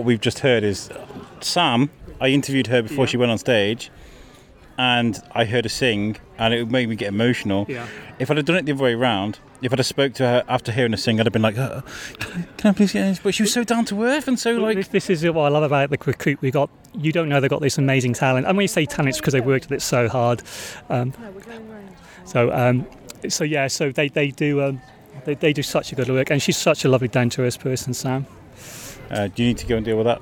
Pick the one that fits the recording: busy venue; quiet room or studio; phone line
busy venue